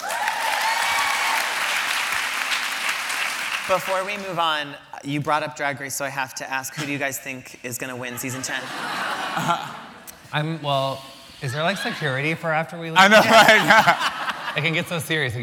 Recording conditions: live audience